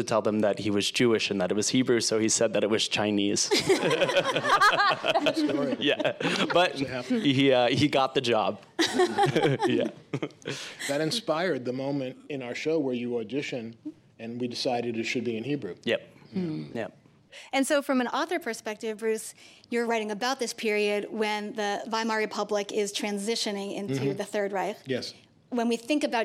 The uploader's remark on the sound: A Live Interview at JCC Manhattan. This episode was recorded live at the Marlene Meyerson JCC Manhattan.